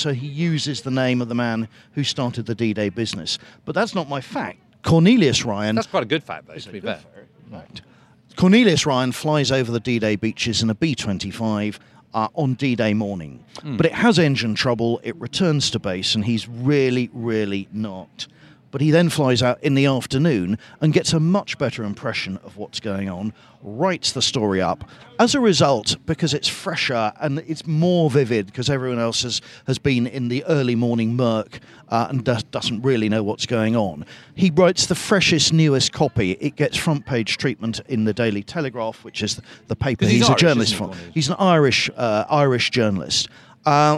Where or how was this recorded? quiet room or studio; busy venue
busy venue